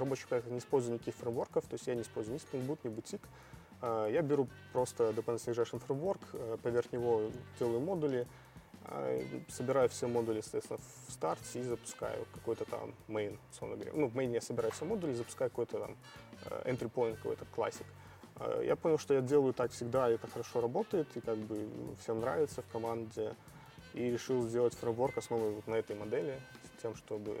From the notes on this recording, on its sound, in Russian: Подкаст записан на конференции